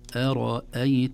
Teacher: همزة مرققة ثم راء مفخمة ثم همزة مرققة